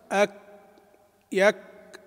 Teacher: أما الكاف فغالبية القراء يقرؤونها يعني من مخرجها، لكن هناك بعض التنبيهات التي يحتاج إليها في لفظها. إظهار شدتها وهمسها، والشدة تكون في بداية النطق بالكاف ثم بعد ذلك الهمس، والهمس يكون معتدلاً.